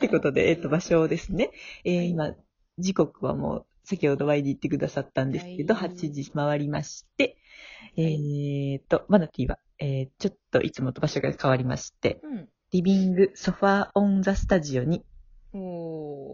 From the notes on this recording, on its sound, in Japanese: From Radiotalk。寝起き収録でざいますよ〜。岐阜。声ガラガラリモート収録。